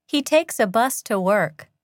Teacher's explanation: Listen to the way the vowels in many of the structure words are reduced to schwa.